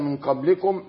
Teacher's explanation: كتب عليكم الصيام كما كتب على الذين من قبلكم، اخفاء حقيقي لأنها نون ساكنة وقع بعدها القاف، والقاف من حروف الإخفاء الحقيقي